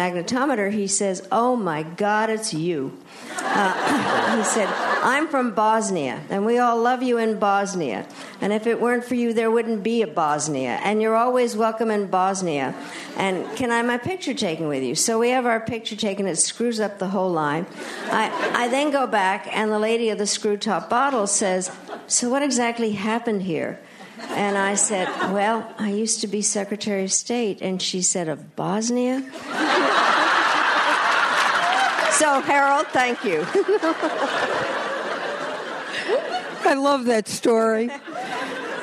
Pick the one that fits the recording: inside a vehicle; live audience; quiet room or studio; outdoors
live audience